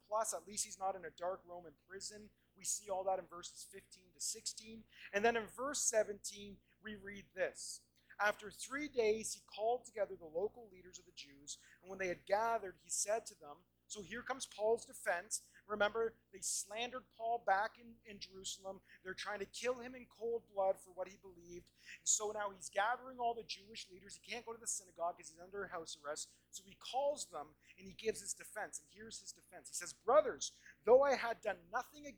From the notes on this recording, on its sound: We do apologize for this week's audio quality!